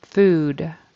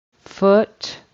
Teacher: So he voiced that final sound and made it a D instead of a T, which it should have been.